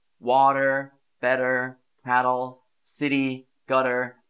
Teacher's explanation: If I compare how an American would say these words, water, better, cattle, city, gutter, it sort of turns into a D. But a Brit pronounces the T a bit more strongly.